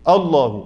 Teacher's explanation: فخم الهمزه لتفخيم اللام بعدها، وهذا خطا، الهمزه مرققه الله.